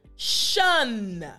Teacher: We have this T-I-O-N, and this is something very commonly seen in English words, but it doesn't necessarily make the sounds that you're used to. There's no T sound, right? Instead, when you see T-I-O-N together, we actually make shun. · Term: S-H sound